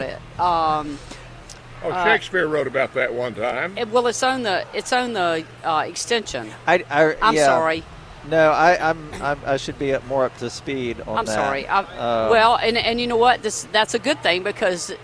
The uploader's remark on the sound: broadcasting live from the NC Pet Expo